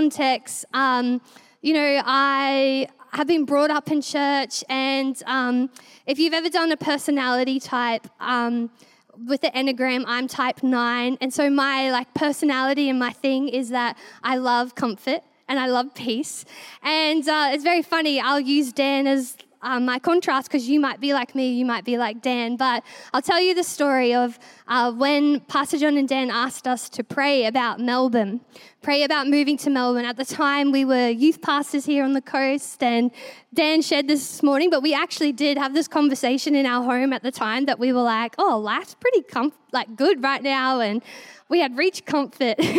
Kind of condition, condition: setting, large echoing room